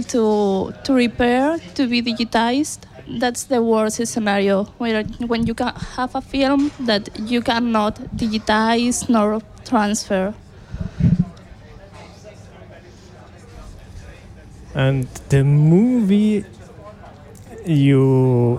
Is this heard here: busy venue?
yes